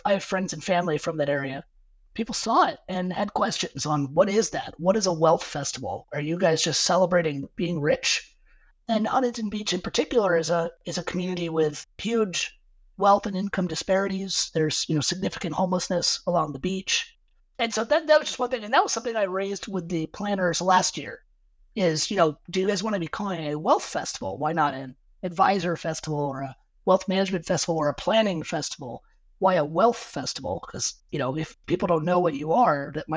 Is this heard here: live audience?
no